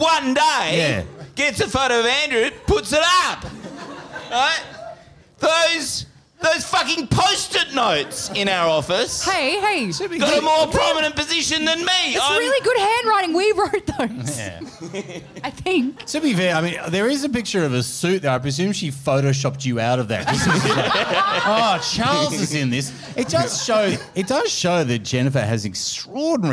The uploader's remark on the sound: The Chaser Report Live & Arty was recorded on the 17th of November at The Tap Gallery.